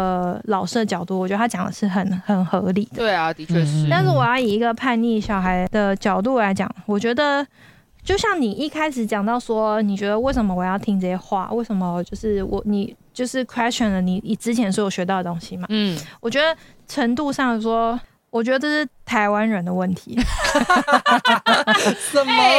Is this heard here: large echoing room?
no